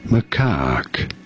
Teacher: You do want to stress on the second syllable, on the cack syllable.